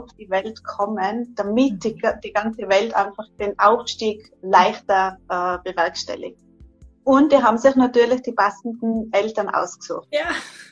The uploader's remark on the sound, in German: Live-Interview auf Instragram.